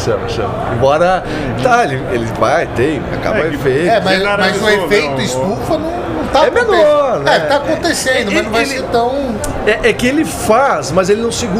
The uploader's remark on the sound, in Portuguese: Ao vivo da Hortitec 2023